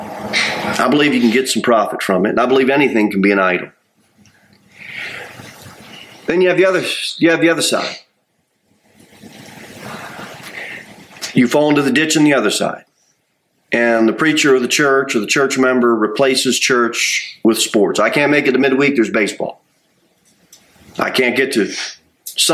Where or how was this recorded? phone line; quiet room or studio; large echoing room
large echoing room